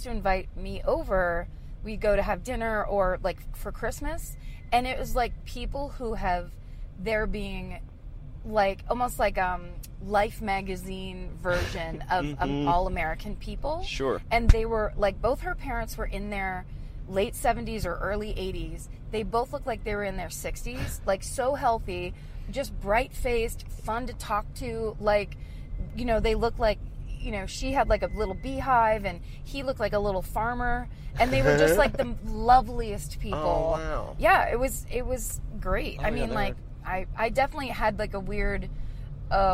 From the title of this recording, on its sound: In the Car